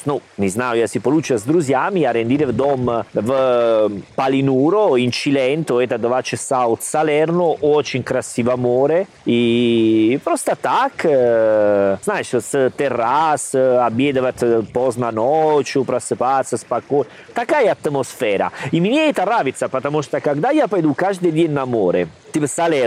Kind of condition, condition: setting, outdoors